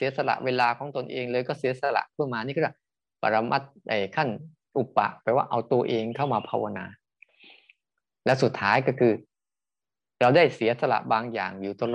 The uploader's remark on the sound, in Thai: คอร์สออนไลน์ (ผ่านโปรแกรม Zoom)